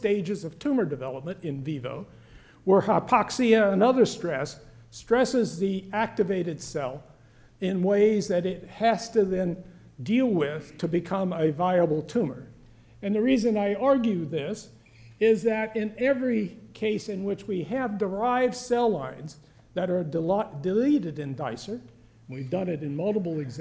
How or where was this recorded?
live audience